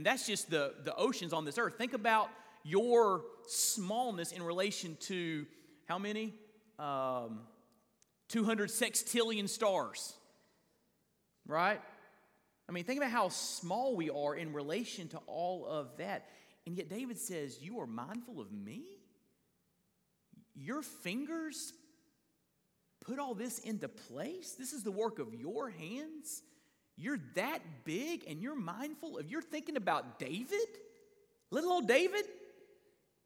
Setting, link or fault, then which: setting, large echoing room